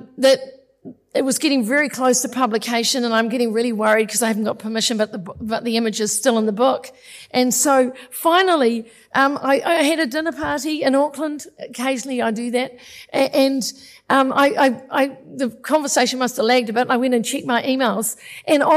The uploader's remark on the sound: Hear a selection of guest authors take their work off the page and onto the stage in the gala opening of the 2023 Marlborough Book Festival.